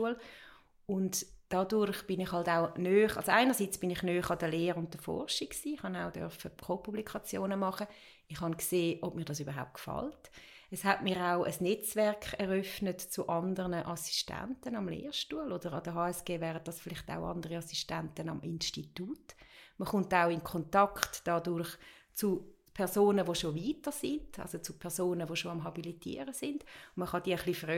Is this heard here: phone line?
no